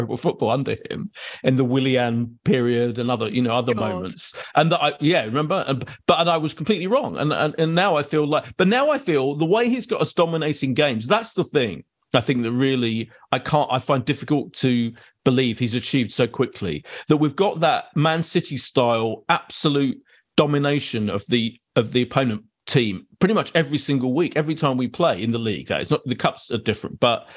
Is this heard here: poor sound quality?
no